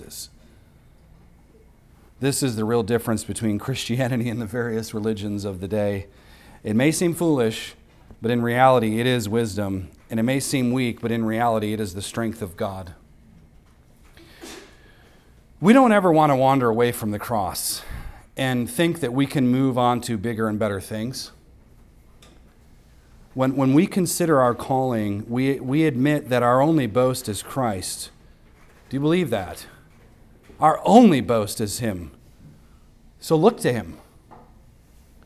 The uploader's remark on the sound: At the weekly worship gathering of Cross & Crown Church.